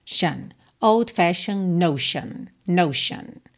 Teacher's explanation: essas terminações de palavras T-I-O-N se pronuncia shun, shun, tá? Não é tion, não é shion, shun.